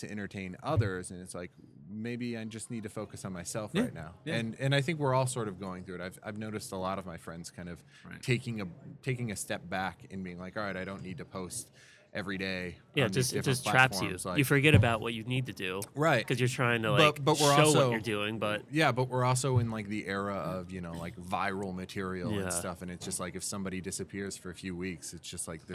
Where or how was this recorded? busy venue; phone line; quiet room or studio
busy venue